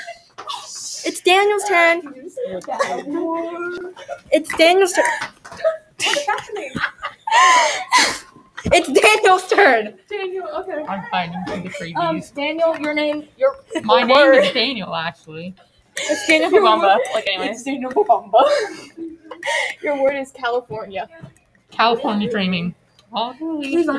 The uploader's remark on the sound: I apologize for the background noise and bad audio.